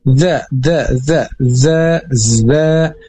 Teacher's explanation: Ini sama dengan koreksi sebelumnya, yaitu tertukar antara huruf da dan juga zai, di mana ini jelas makhrajnya mempunyai makhraj yang berbeda. Zai itu ujung lidah mendekati gusi atas.